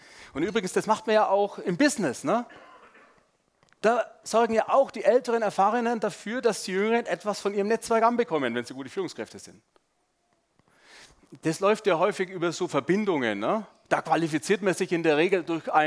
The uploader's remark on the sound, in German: Sonntagspredigt beim SUMMIT 2023